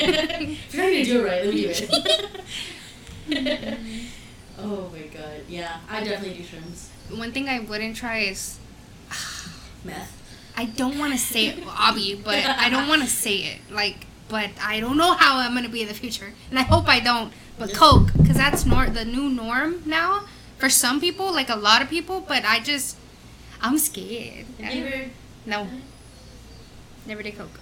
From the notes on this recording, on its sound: Sorry for the echo in the audio!